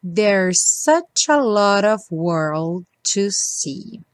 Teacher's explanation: There's such, dois S's, soam como um só.